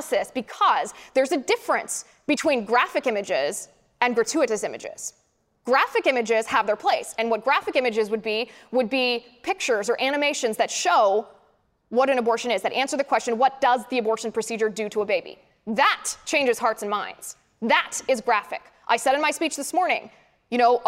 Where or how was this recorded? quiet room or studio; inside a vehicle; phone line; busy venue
busy venue